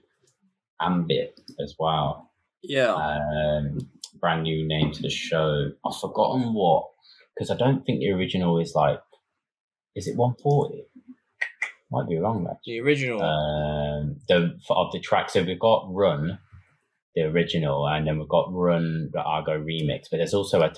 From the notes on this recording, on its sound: Apologies for the Audio issues on this Episode.